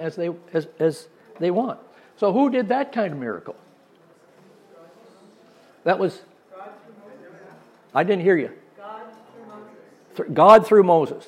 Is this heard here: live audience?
yes